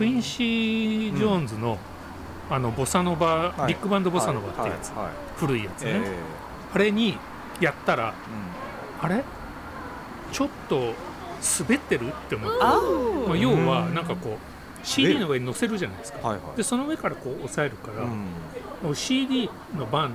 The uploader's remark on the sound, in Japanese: 忘年会を兼ねて12月に某カフェのテラス席で収録したもの。3人でワイン飲みながら語り合います。